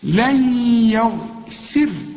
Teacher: النون الساكنه اللي بعدها ياء من تعرفها ادغام، وكان الياء عليها الشده